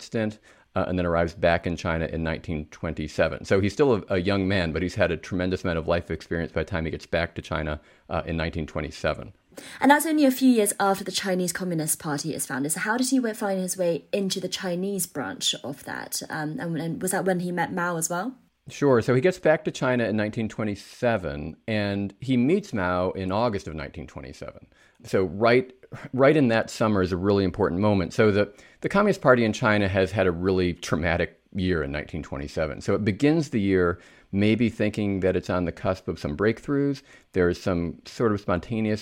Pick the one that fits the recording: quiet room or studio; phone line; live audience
quiet room or studio